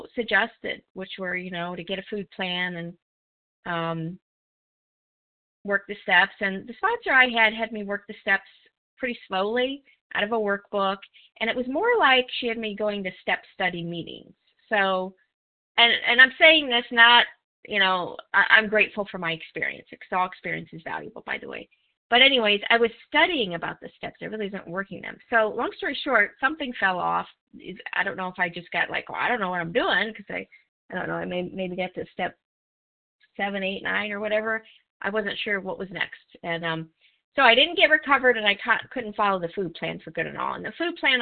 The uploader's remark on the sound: from the 100 Pounders Phone Meeting, 10/14/23.